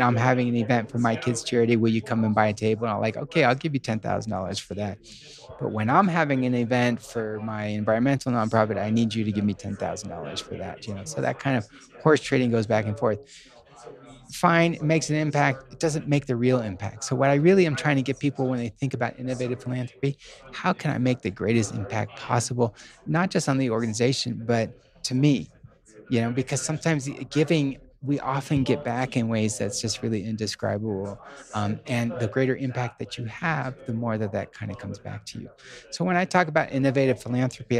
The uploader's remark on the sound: We are live again from the GoBundance event.